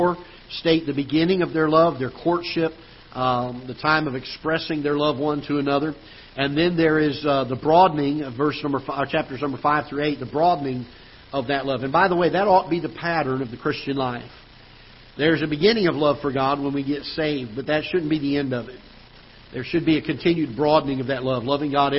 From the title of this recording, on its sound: Ketha Heights Baptist Church ~ Live Broadcast